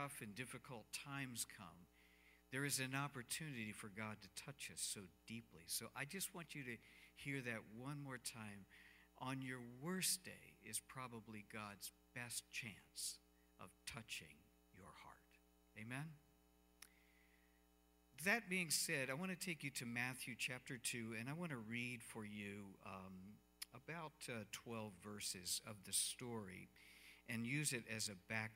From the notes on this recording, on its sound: Cornerstone Fellowship Sunday morning service, streamed live on Dec 13, 2020.